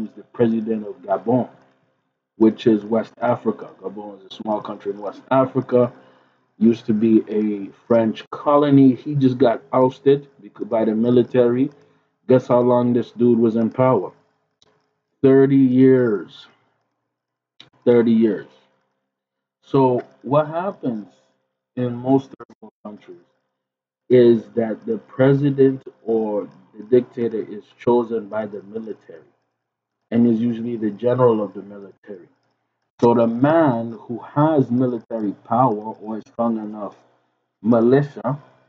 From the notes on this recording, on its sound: Apologies for the trash audio, we had a mic issue.